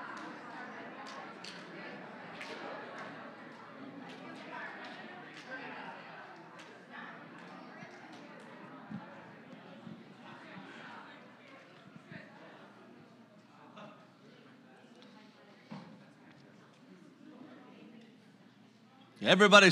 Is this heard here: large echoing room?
yes